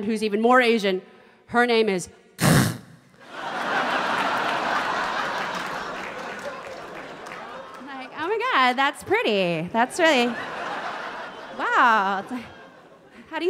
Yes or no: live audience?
yes